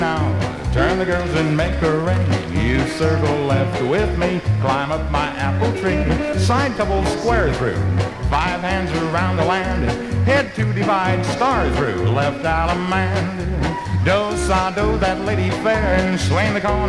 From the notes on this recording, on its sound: From the 1964 Blue Star Jubilee Square Dance held in the Sam Houston Auditorium. 1964 Blue Star Jubiliee in Houston, Texas.